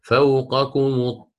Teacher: تضم ميم الجمع دون صلة تخلصا من التقاء الساكنين وصلا